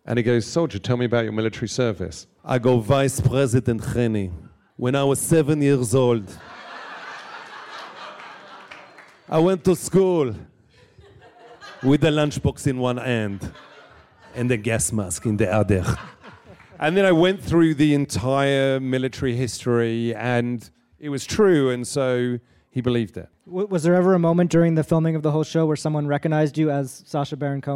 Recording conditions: live audience